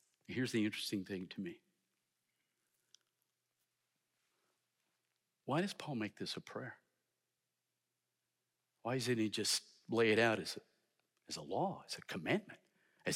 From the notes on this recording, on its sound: in #SWBTSChapel on February 7, 2023